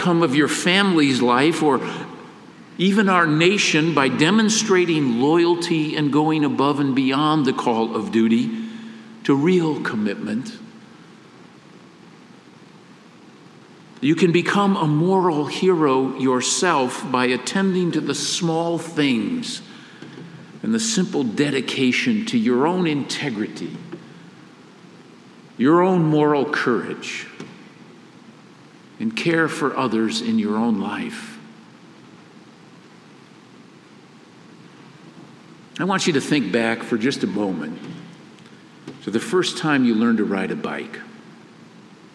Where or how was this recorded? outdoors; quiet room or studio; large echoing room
large echoing room